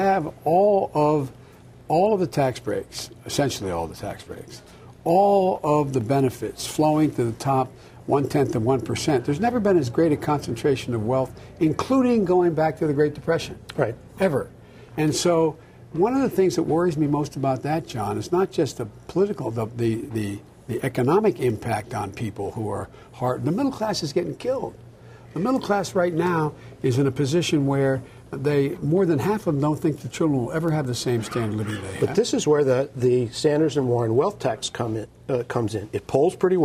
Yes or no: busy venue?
yes